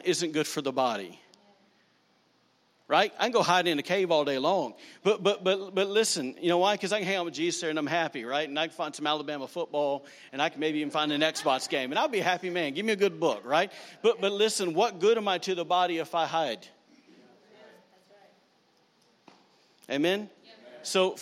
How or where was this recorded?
large echoing room